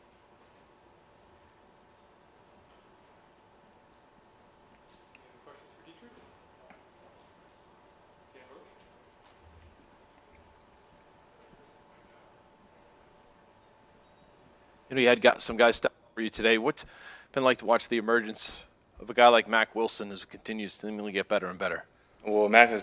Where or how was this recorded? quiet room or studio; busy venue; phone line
busy venue